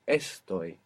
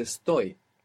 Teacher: this verb is the only verb in the entire Spanish language that doesn't have the accent on the penultimate syllable in the present tense · Shown in: second take · So it's not estoy, it's estoy.